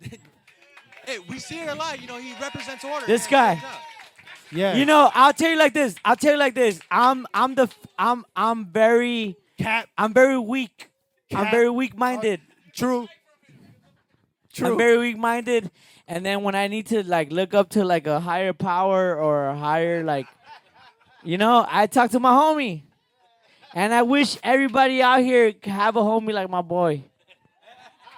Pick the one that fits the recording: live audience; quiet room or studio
live audience